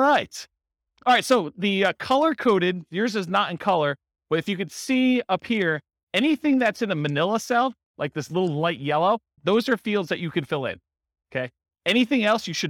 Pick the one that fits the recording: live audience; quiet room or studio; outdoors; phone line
live audience